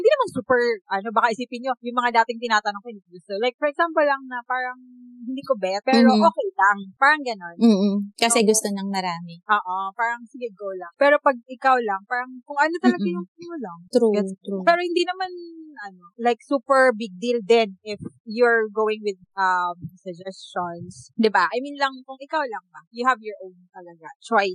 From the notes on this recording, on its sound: The trio experienced some technical difficulty. Apologies in advance for some quality issues about the audio.